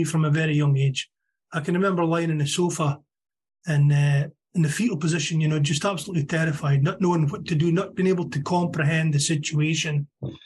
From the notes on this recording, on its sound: Meeting held on zoom. From Aberdeen Scotland.